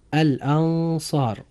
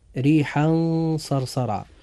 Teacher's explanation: بمعنى أننا نتوسط نطق حرف النون بين الإظهار وبين الإدغام، أي بين أن يظهر هذا الحرف وبين أن نضغمه فيما قبله أو بعده. · Term: الإخفاء الحقيقي